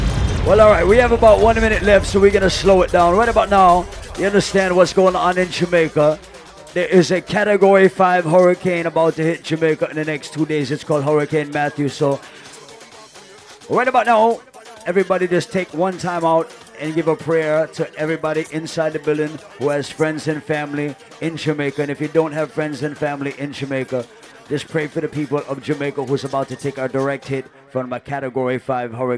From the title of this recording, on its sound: LIVE AT ISLAND SATURDAYS ON OCT. 1ST